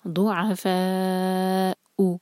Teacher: ضُعَ عَيْن حلق سے، فا 4 حرکہ اور پھر حمزہ کے لیے کٹ آف ساؤنڈ